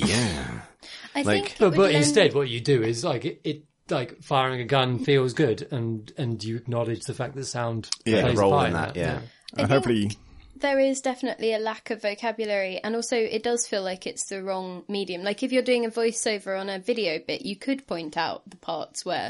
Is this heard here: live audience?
no